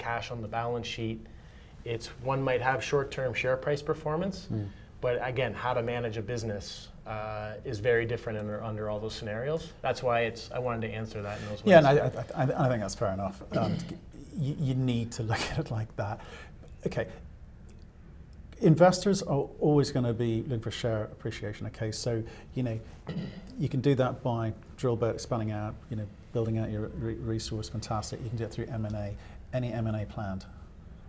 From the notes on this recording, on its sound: at the 121 London Mining Conference